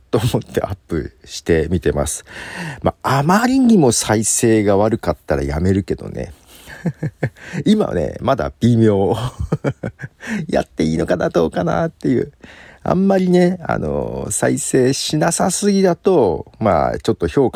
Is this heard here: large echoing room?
no